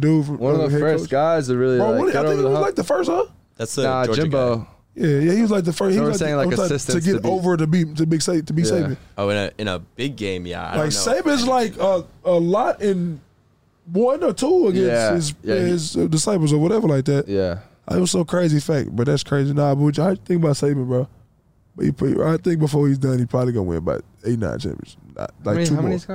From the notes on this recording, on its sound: In the truck. Due to power outage audio improves at 27 min.